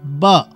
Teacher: हम दोनों होंठों को आपस में मिलाकर हवा को बाहर निकालते हैं तो ब की आवाज होती है, ब। ठीक है, तो ये बे की आवाज कहलाएगी।